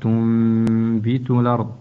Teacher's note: هنا الإقلاب قلب النون الساكنة ميما عند ملاقاتها للباء